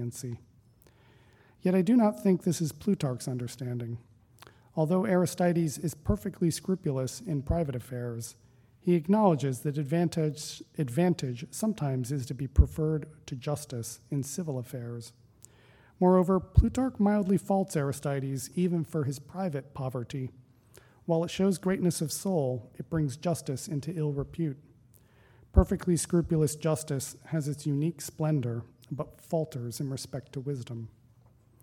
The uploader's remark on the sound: Recording of a lecture delivered on August 25, 2017. As part of the Formal Lecture Series.